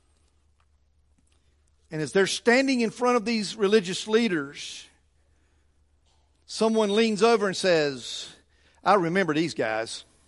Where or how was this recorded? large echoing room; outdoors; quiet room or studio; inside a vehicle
large echoing room